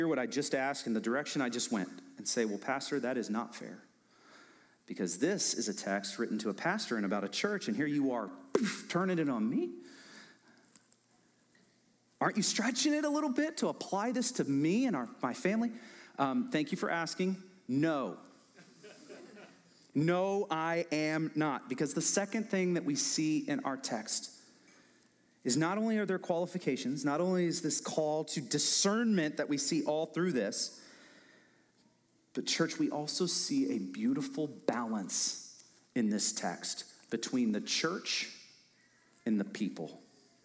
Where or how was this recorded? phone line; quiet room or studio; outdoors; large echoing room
large echoing room